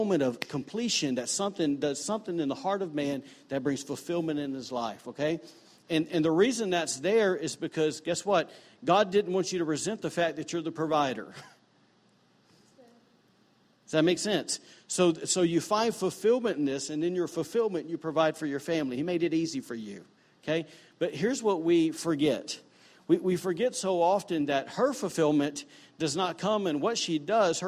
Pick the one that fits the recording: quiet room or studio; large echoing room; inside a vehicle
large echoing room